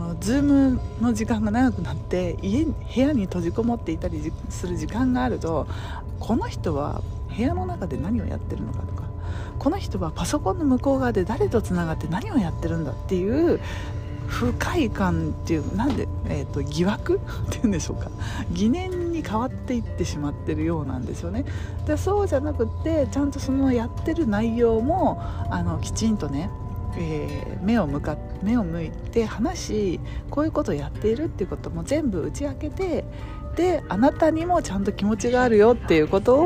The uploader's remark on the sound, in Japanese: イタリアはコモへ行く途中の電車の中で収録しました。